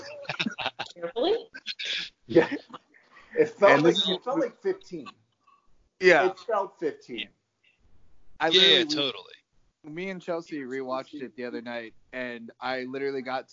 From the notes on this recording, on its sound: Skype it up.